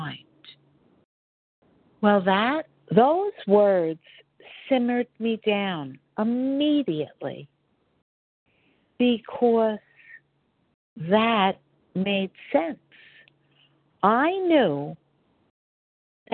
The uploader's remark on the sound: 100 Pounders Phone Meeting